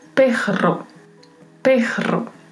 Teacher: E a pronúncia é diferente. Veja que eu uso também um vibrato, mas tem um som suave de R antes · Você vai pronunciar o R com um som mais parecido com o do português e logo na sequência um R vibrato. · Term: duplo R